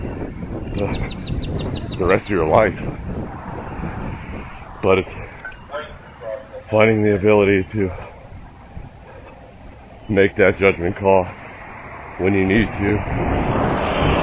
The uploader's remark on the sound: Sorry about the sound quality!